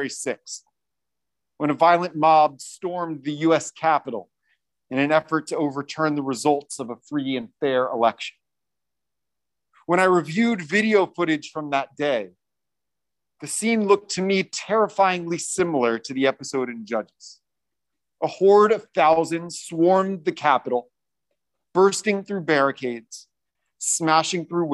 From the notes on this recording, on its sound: recorded at Temple Beth-El on December 18, 2021